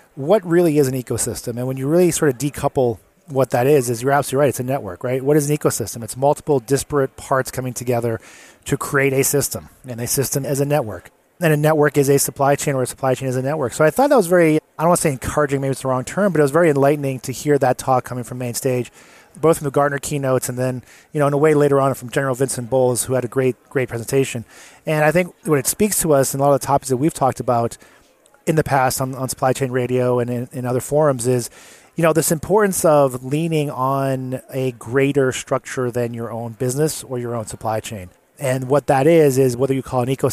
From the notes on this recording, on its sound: Live at Gartner. Recorded on the show floor.